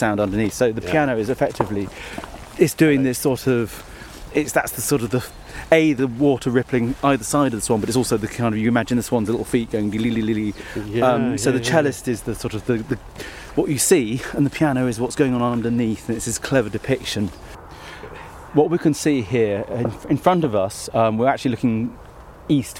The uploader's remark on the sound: while wandering in the Cotswold Hills